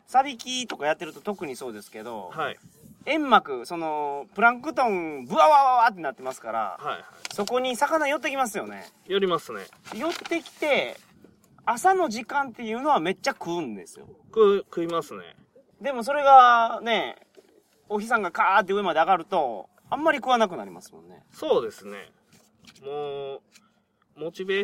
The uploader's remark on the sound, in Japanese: 高知県土佐市宇佐の中堤防で釣りをしながらの収録です。